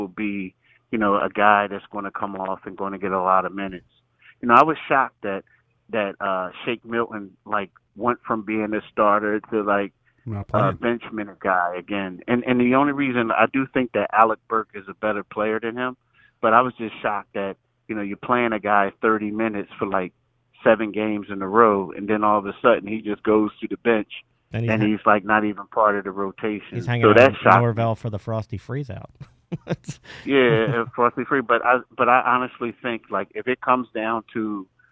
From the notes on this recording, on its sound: called in from Chicago and the All Star Festivities